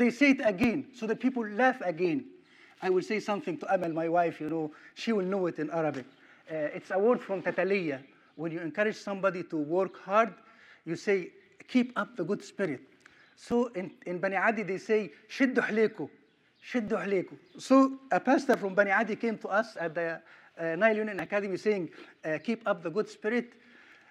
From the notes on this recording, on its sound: Sermon recorded at Middle East University